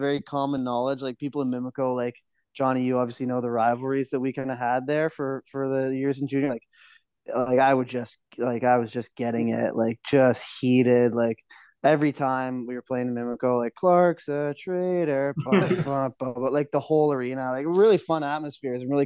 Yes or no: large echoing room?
no